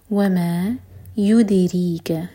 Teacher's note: دال ساکن پر قلقلہ اور ری باریک